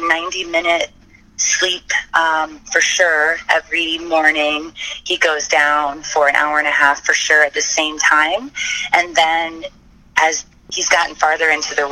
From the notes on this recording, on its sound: checks in from the RV outside Chilicothe